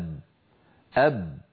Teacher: فالباء العربية مجهورة، لما يقول أحدنا أب أب فنجد بأنه لا مجال أبدا لأن يمر لا صوت ولا نفس